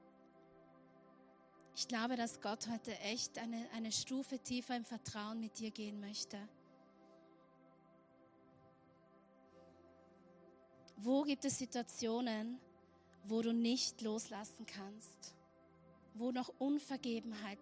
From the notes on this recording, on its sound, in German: Erster vorweihnachtlicher Gottesdienst live aus der LIFE Church Wien.